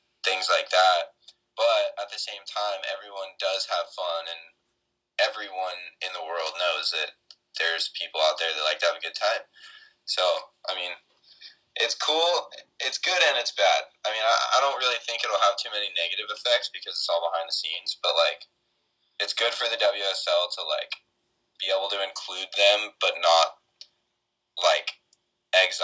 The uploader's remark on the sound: makes a phone call